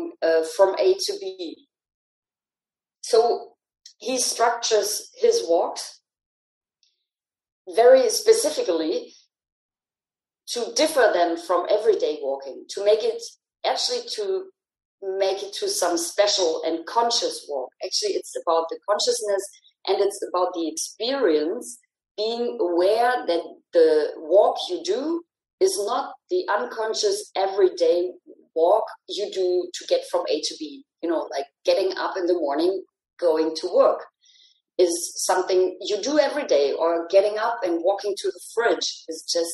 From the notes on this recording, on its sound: Recorded over a Zoom call